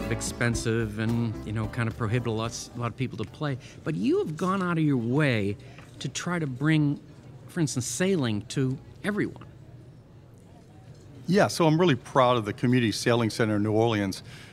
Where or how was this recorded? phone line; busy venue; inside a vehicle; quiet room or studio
busy venue